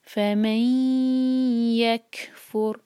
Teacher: میم کے بعد جو نون ہے اس کے بعد یا ہے، تو ہم میم کو یا سے جوڑیں گے. ناک میں آواز لے جائیں گے اور 2 سیکنڈس کا ٹائم دیں گے